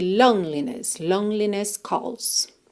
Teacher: Nessa palavra loneliness, é muito importante que você esqueça completamente dessa letra E, tá? Pensa em lone, parando no N e já segue para liness